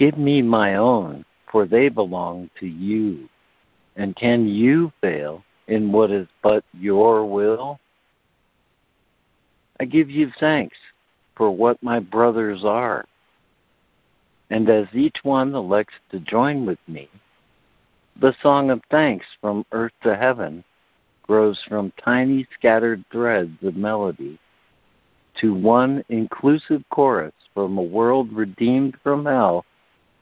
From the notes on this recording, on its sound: ACIM Daily Conference Call.